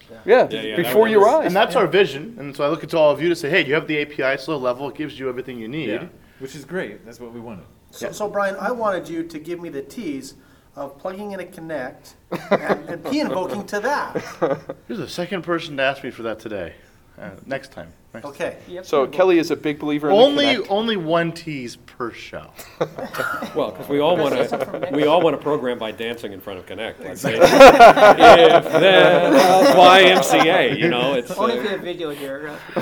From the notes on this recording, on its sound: At the Silverlight 5 Firestarter, we were able to record a spectacular show with some Silverlight luminaries.